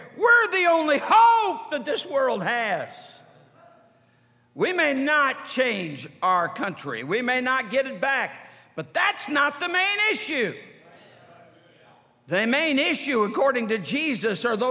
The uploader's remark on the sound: during the Sunday Evening service of the 47th Annual Stewardship and Missions Conference on October 15, 2023, at North Valley Baptist Church in Santa Clara, California